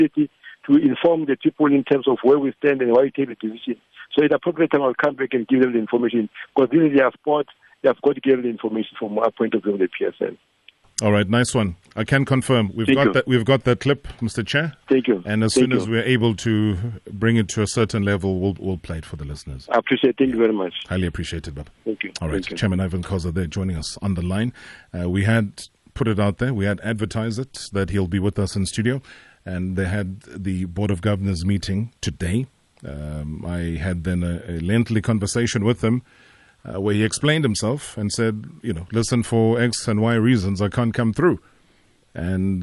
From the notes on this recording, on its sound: Was unable to make it our studios to explain the current ICASA situation but he did join us over the phone.